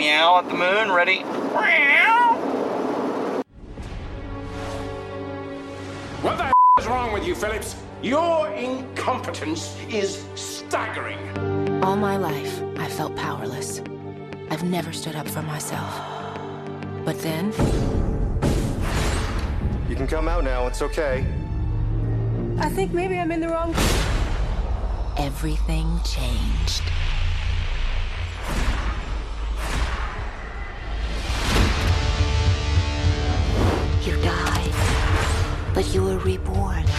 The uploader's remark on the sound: Live from Interstate 44 comes the Horrible Movie Podcast Tuesday edition.